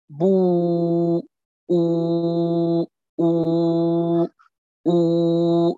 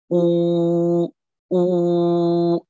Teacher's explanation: هذا الانضمام بدون أن تطبق هاتين الشفتين على بعضهما، بل تبقى هناك فرجة يمر منها الصوت · Term: الواو المادية